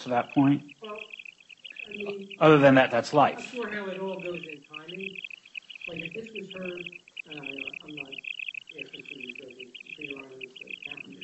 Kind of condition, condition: fault, poor sound quality